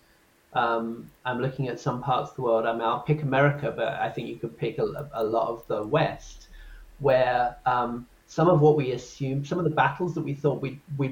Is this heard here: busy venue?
no